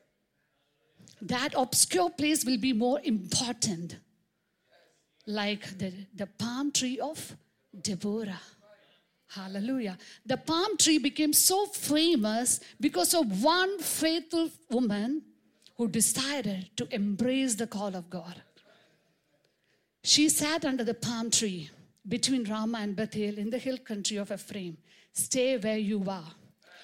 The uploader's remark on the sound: preached on 26 March 2023 at Revelation Church.